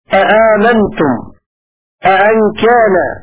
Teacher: بهمزتين على الاستفهام مع تحقيق الهمزة الثانية